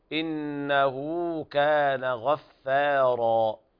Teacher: مد صلة صغرى لأن بعدها حرف غير الهمز، إنه كان غفارا، ويلاحظ هنا تفخيم الغين وترقيق الفاء مع تفخيم الراء بعدها، والوقف على العارض للسكون، هنا المد العوض العارض للسكون عوض